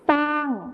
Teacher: ส่วนในภาษาถิ่นอีสานจะใช้เป็นซอโซ่นั่นเองครับ